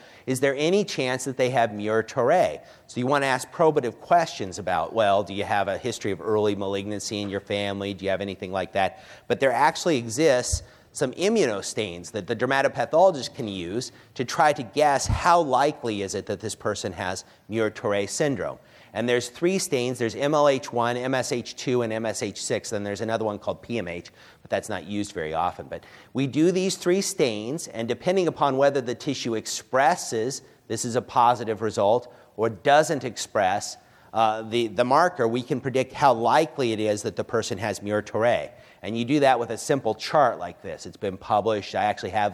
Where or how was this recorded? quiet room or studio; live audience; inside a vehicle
live audience